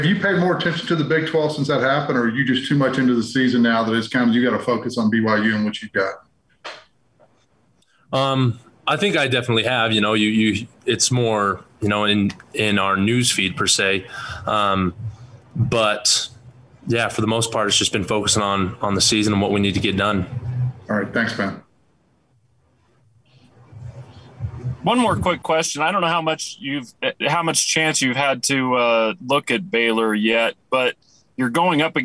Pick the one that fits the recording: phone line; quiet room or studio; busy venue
busy venue